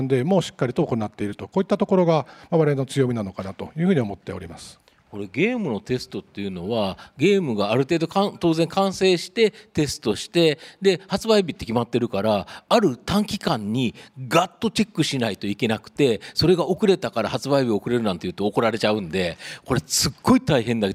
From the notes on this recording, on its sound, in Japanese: 2022年11月23日、東京・田町で行われた「ラジオNIKKEI 相場の福の神 注目企業ＩＲセミナー」から